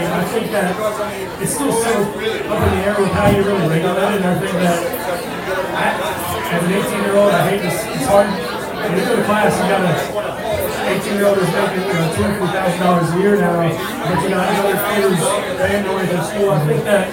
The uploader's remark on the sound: BROADCAST LIVE from WRIGHTSVILLE BEACH and JIMMY'S. The NORTH CAROLINA SPORTS NETWORK and NC PORK present the OLD NORTH STATE TAILGATE & Traveling Sports Circus.